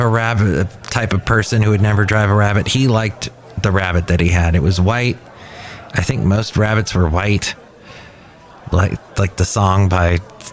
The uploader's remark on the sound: podcasts live from Café Anyway